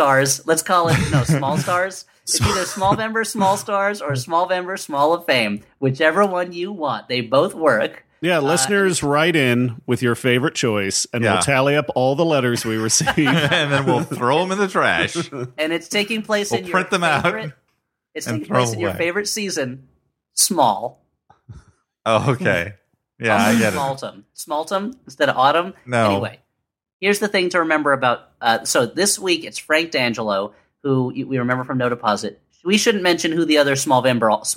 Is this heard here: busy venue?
no